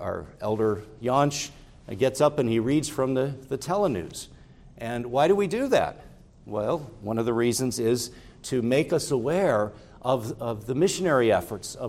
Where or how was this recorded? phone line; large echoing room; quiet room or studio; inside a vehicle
large echoing room